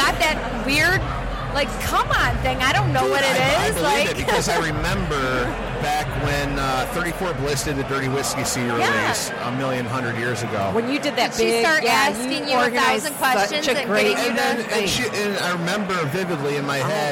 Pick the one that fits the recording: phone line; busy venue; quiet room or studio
busy venue